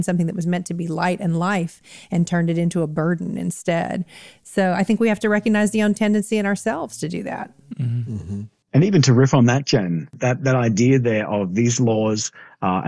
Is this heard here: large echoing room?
no